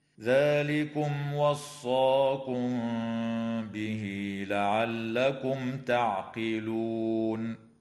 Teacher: وتوصل الهاء في قوله تعالى: به لعلكم، بياء تمد وصلا بمقدار 2 حركات · وأما الميم في كلمة وصاكم فقد وقعت قبل حرف الباء، فحكمها الإخفاء الشفوي مع الغنة